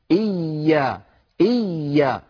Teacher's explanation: فالياء لا ينحبس صوتها بل تكون مضاعفة. إيا فيها شدة وليس فيها شدة، فصوتها مستمر لا انقطاع فيه. · Term: حرف رخو